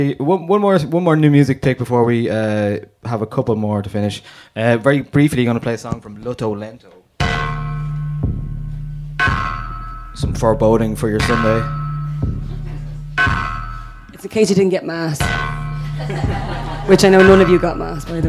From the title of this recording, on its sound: Live at Another Love Story